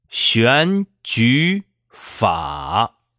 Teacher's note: 那么最后一个字“法”依然是保持了二一四原来的声调不做任何变化